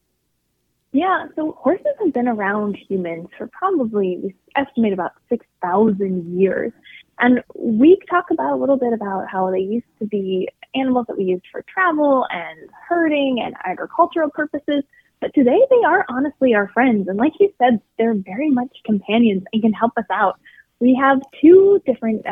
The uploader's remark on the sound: called in to share information